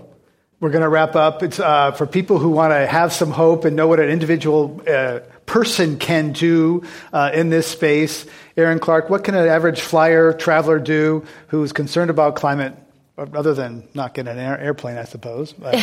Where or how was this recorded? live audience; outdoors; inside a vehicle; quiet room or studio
live audience